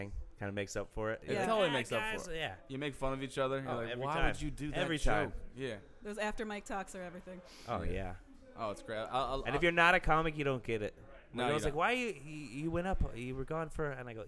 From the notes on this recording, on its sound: Mccurdys Open Mic Competition Round 2. Recorded during the second round of our seasonal Open Mic competition.